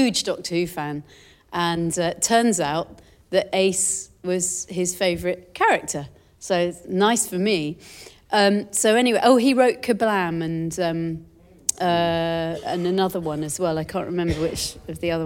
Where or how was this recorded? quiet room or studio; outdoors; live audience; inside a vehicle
live audience